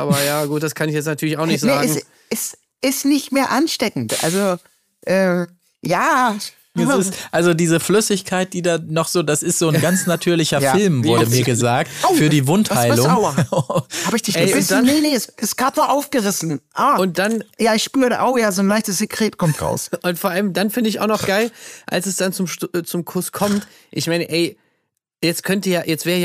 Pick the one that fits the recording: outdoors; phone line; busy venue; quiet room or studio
quiet room or studio